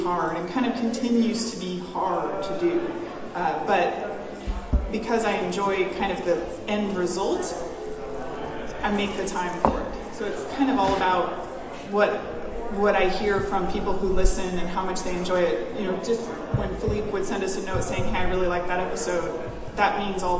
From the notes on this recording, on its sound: NerdCon Podcasting Panel. It is a convention, so there’s a lot of background noise, and we picked up some additional conversations, but I think you can hear everyone pretty clearly.